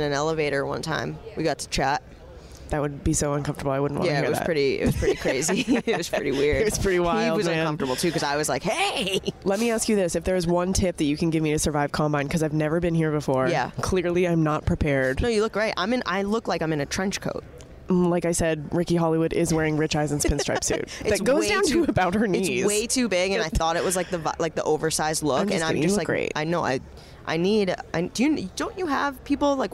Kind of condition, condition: setting, busy venue